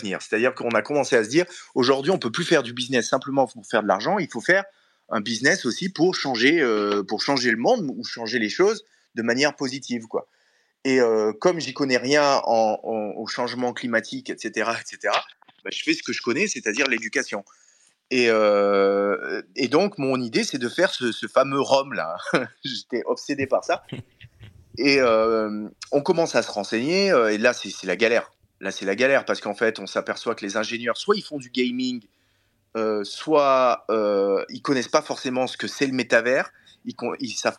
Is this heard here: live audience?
no